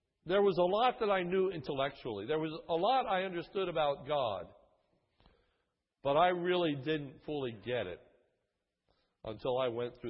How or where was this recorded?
large echoing room